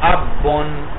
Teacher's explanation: ایک ہی دفعہ میں ہونٹ جدا ہوئے، با ادا ہوئے، دونوں با ادا ہوئے · Term: مشدد حرف